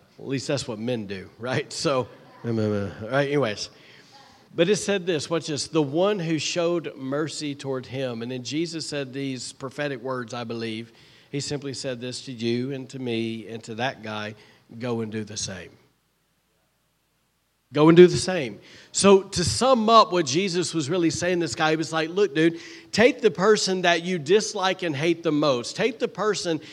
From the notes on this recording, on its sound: was recorded on Sunday, September 3rd, 2023, during service at The Anchor Church in Rockport, Maine